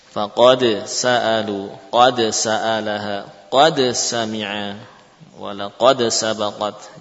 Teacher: membaca dengan idhar ya, maka muncul qalqalah ya, dengan jelas